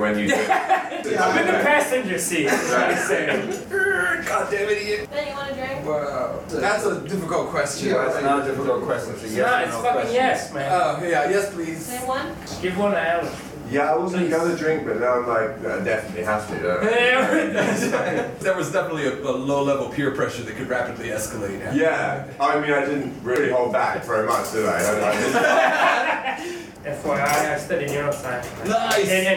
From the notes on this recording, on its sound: Live From Tokyo. A very lively live round table from 042 Union Kokubunji.